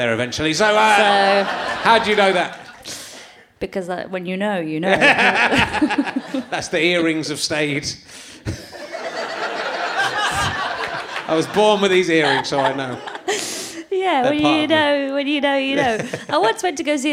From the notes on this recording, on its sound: chats to a man in the audience